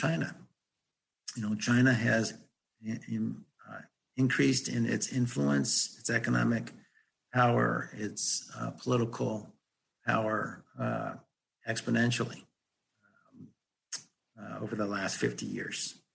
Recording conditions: video call